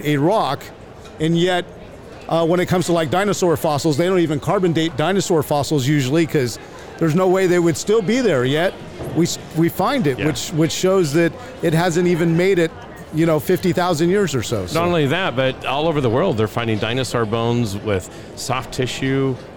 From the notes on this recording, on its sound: LIVE from NRB 2022!